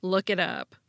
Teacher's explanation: For example, in the phrase, look it up, the pronoun it is unstressed and the preposition up is stressed. And American English speakers still flap the T in it